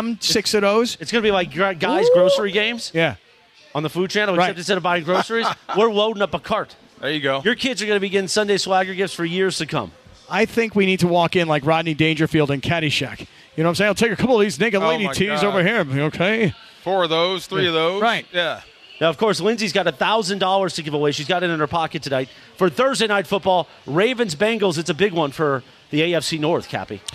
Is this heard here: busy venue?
yes